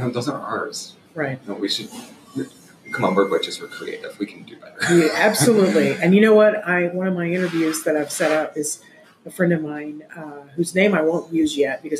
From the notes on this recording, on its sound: It's difficult recording in a busy coffee shop and there were a ton of moments that needed to be edited out. Though sometimes it might be a bit hard to hear, hang in there.